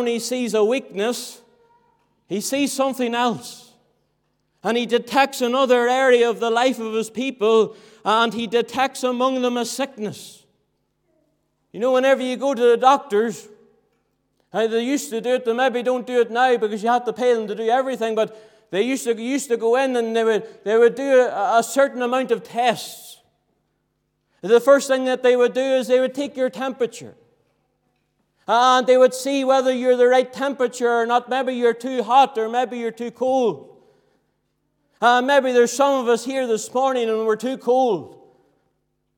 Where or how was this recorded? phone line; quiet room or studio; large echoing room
large echoing room